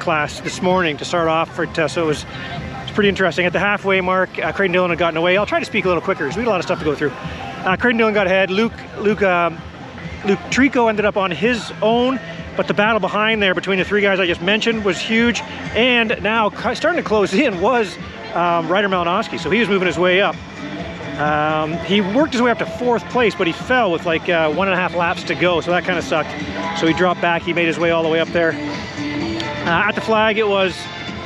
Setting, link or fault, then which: setting, outdoors